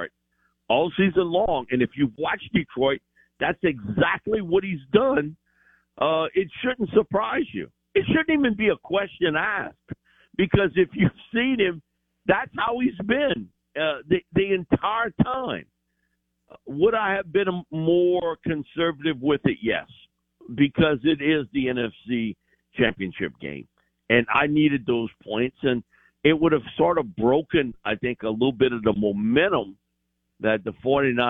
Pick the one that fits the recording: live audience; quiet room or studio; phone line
phone line